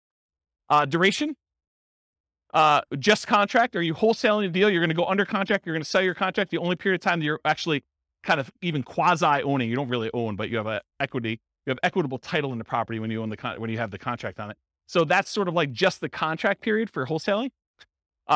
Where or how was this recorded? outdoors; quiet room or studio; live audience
live audience